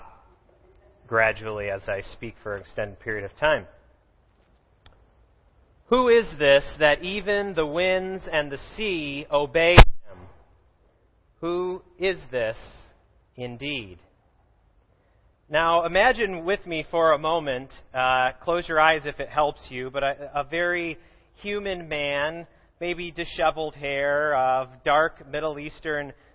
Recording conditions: large echoing room